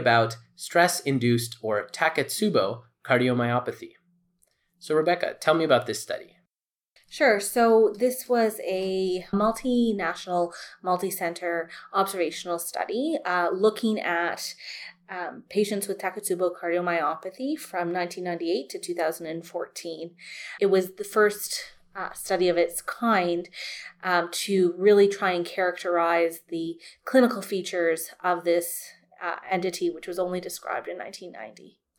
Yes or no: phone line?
no